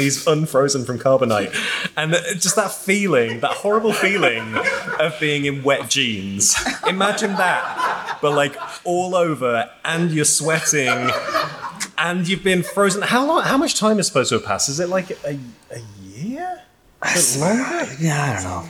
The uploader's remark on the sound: The live podcast we recorded a few weeks ago when Star Wars Celebration came to London. Audience questions.